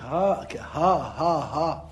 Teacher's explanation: إذن الهاء من الحروف الحلقية